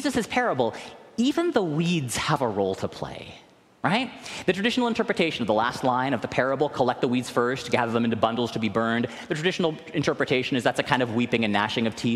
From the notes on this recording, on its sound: recorded live at the 10:00am service